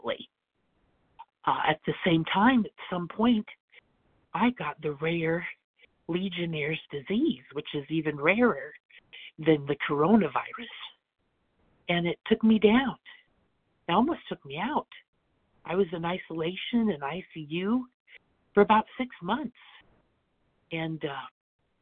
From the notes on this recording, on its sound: 100 Pounders Phone Meeting